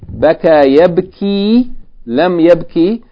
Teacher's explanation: it becomes a short vowel kasra instead of kasra elongated by ya